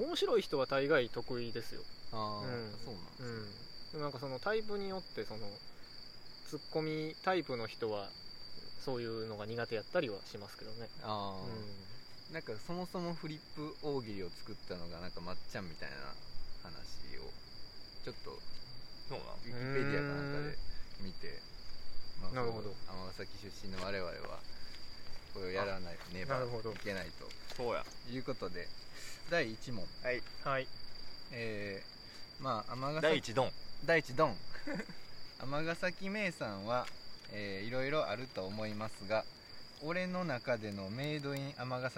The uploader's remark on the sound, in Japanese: 今回は西武庫公園で収録しました。ええ歳した男が3人、地べたに座りながら夜な夜な話した。